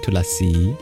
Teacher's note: You'll often hear it pronounced as just Tulsi without the A, because in schwa deleted languages like Hindi, they remove that sound when it's short. But in Sanskrit, it's Tulasi, three syllables, with the final syllable being long.